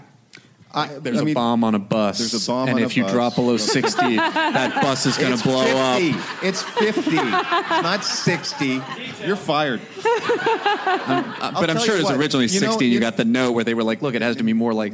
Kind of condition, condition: setting, busy venue